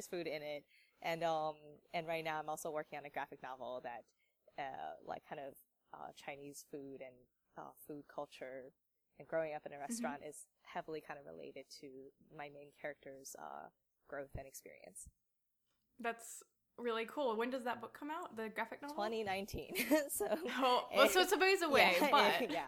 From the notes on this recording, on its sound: Sorry for the imperfect audio on this episode